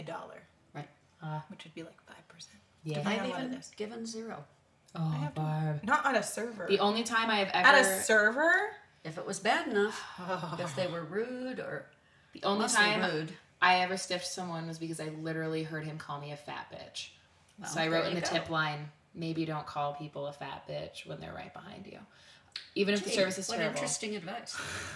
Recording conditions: poor microphone